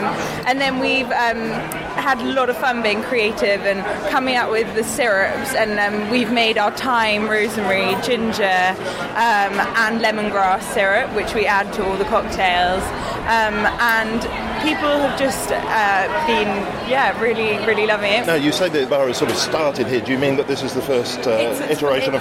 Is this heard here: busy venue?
yes